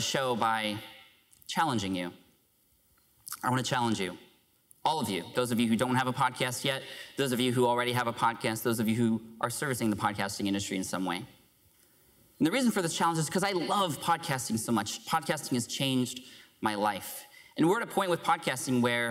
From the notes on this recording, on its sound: Podcast Movement 2015 Opening Keynote